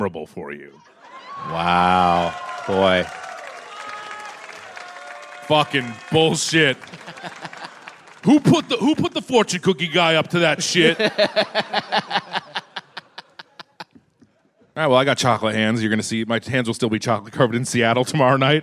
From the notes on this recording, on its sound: Recorded live at The Palace of Fine Arts Theatre in San Francisco 6/10/22.